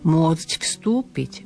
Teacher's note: FS znamená neznelé spoluhlásky, neznelá skupina spoluhlások. A preto môcť je takisto neznelé.